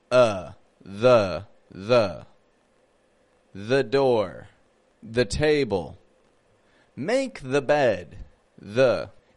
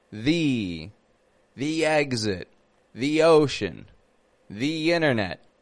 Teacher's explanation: If the word following the starts with a consonant, we're going to pronounce a schwa on the ending. · Shown in: first take